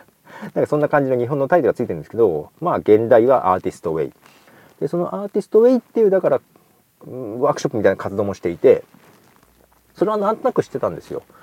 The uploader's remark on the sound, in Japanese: 豊田市美術館へ行きました。新しく購入したラベリアマイク（ Comica BoomX-D2 ）のテストも兼ねて、美術館前で写真を撮りながら収録しています。